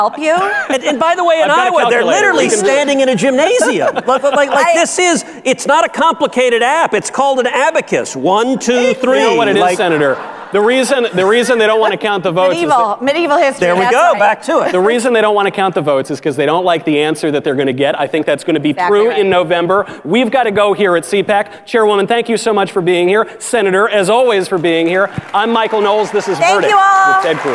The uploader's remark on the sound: Live at CPAC